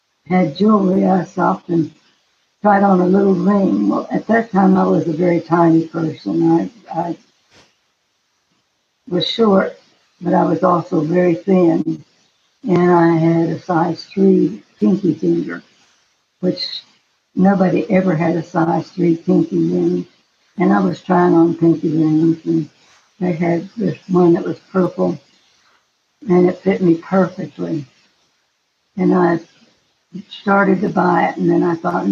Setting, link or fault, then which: link, video call